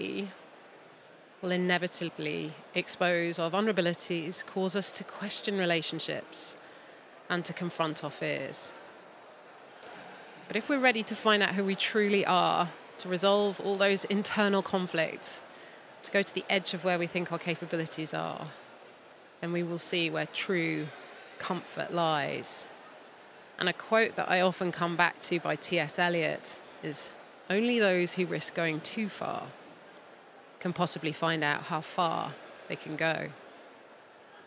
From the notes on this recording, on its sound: An end-of-series special recorded LIVE at the London Podcast Show.